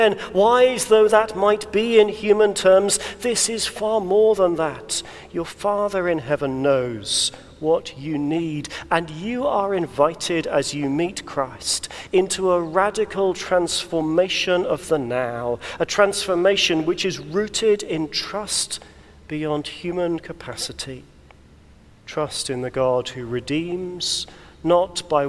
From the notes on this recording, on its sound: recorded at the Crozier Service in Chester Cathedral